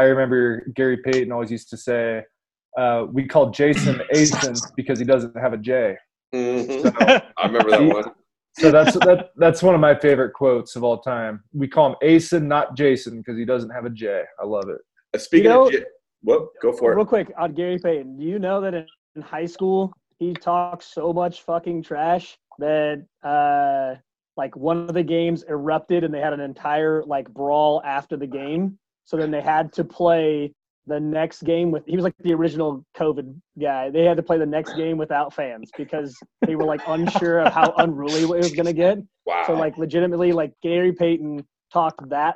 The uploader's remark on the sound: We use the Zoom app to continue our Podcast while social distancing with our FULL crew on board.